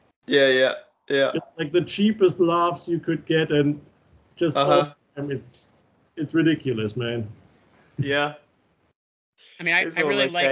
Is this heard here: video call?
yes